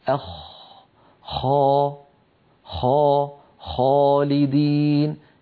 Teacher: الخاء أعلى بقليل من الغين، وهي أيضا من أدنى الحلق، يعني من منطقة جذر اللسان مع الحنك اللحمي